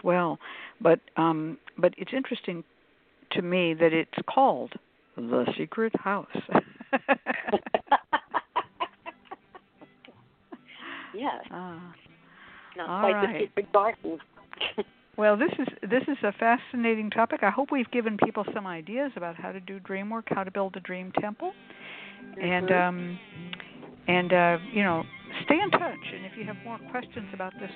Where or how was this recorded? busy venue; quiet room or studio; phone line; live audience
phone line